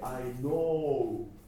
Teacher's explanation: and、これは問題ないでしょう。 I know なんですけども、この o の音がやっぱり o なんですね。だから I know じゃなくて Iknow、必ず最後に o の母音が u に変わってください